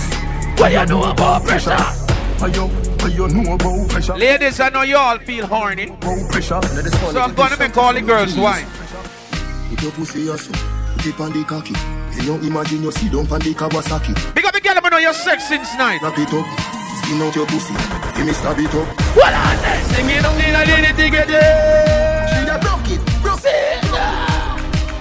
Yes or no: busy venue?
yes